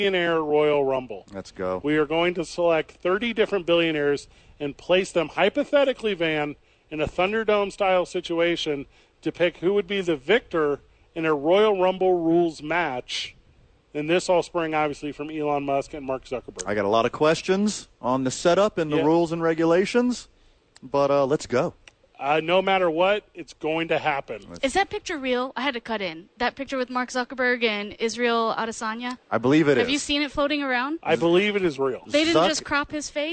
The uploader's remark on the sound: Live from The Albuquerque Duke Store.